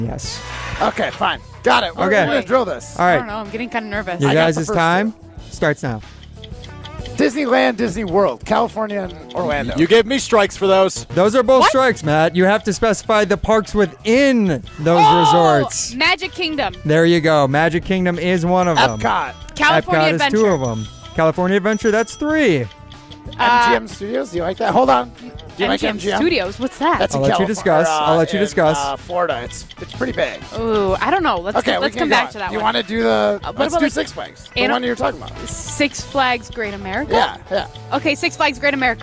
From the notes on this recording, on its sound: Live from the Pleasant View Golf Course for the Short Game Golf Outing in partnership with Community Around the Children's Hospital.